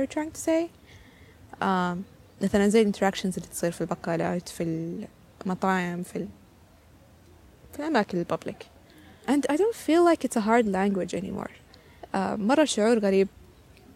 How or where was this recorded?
outdoors